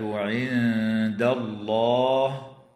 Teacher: وتخفى النون الساكنة عند الدال مع الغنة مرققة في كلمة عند، وتفخم اللام بعدها في اسم الله لوقوعها بعد فتحة